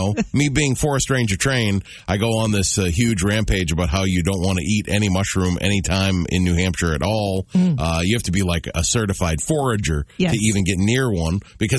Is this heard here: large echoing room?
no